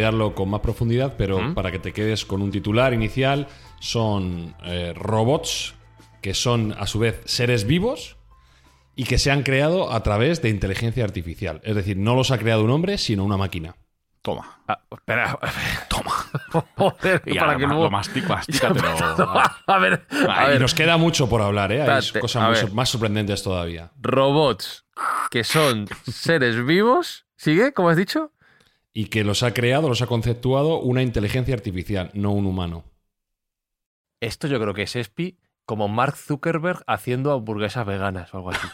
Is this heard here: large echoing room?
no